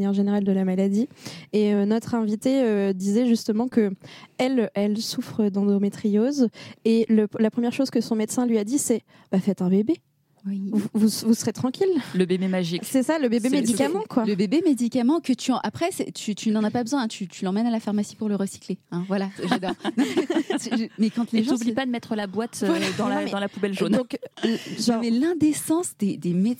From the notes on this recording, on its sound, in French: Nous avons d'ailleurs enregistré pendant la deuxième édition de Sang Rancune